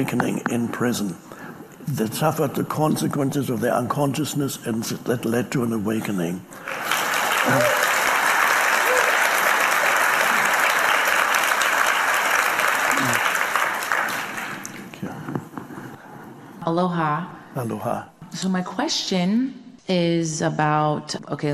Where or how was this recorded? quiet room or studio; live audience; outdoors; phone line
live audience